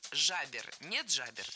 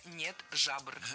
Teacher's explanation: Правильный вариант – нет жабр. Никакой «е» появляться здесь не должно. · Shown in: second take